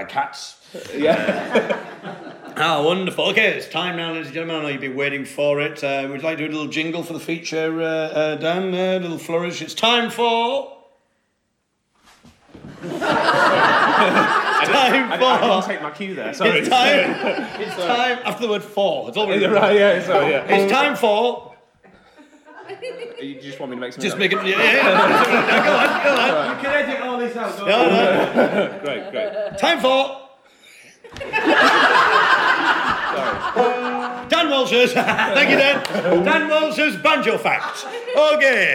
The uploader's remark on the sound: Live From The … Suffolk Weekend 2018